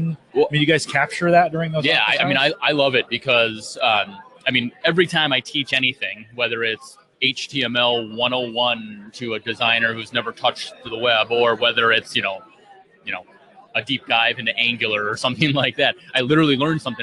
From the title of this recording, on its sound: Live from Infotec 2016